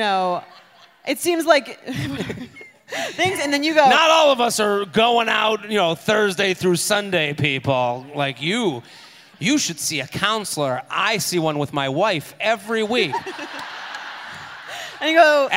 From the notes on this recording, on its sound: Head to Boston for a very special episode recorded live at The Wilbur Theater.